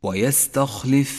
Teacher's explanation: لاحظ صفة الهمس لحرف السين، حرف مهموس ومرقق